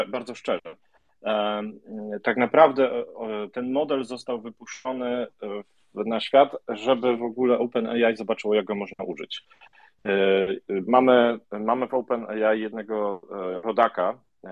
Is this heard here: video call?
yes